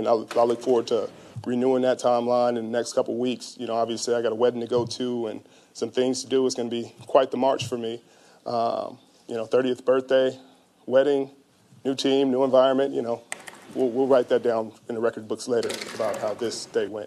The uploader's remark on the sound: introductory press conference with the San Francisco 49ers